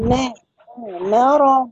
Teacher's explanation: ما ترققيش الميم قوي، هي ما مرض، وبعدين زمن الغنة، زمن الغنة حركتين